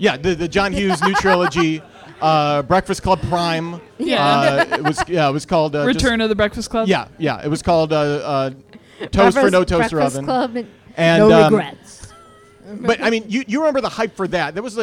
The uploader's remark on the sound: EooD LIVE. At the Beachland Ballroom and Tavern for the first LIVE Edifice of our Demise.